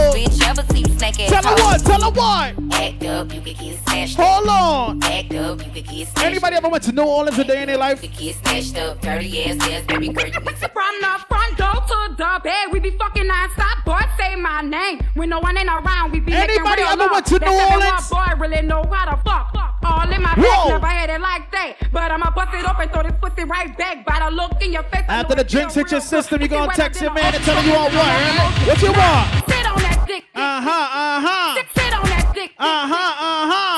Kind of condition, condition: setting, busy venue